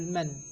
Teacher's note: أنطق بالنون فيرتفع اللسان إلى اللثة فأقول من، ثم أنطق بالياء فيرتفع اللسان من وسطه يا فأقول من يا، فارتفع اللسان ارتفاعتين.